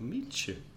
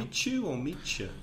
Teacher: the meet you becomes almost like a ch in the middle